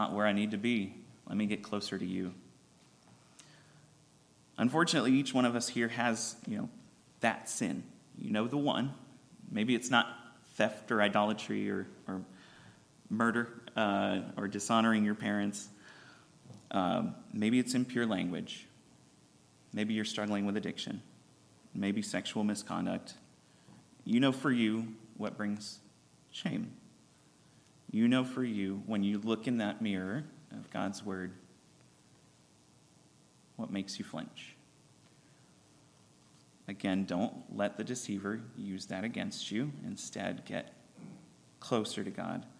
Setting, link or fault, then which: setting, large echoing room